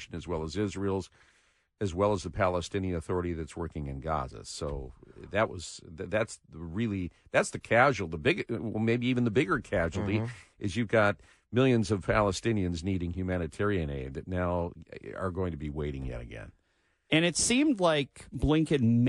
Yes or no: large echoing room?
no